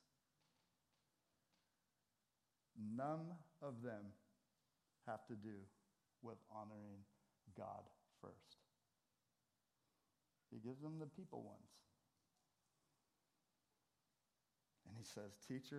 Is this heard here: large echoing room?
yes